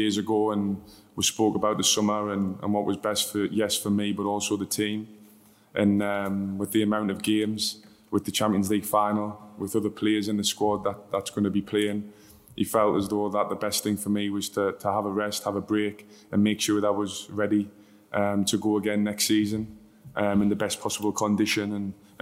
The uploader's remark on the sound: Champions League Final Press Conference